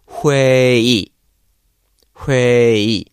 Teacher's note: So ui on the end is just turning to e because it's so much easier at the end of the word to just pronounce e instead of going all the way to the u and then back to the e. You know, Korean people don't want to have to deal with that either, <laughs> so they just go to e.